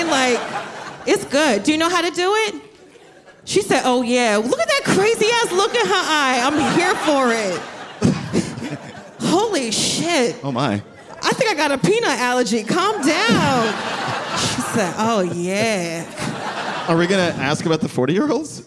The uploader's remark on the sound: Live at the Bell House